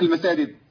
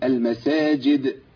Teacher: يا اما يستسهل ويخش في مخرج واحد يقول لك المسادد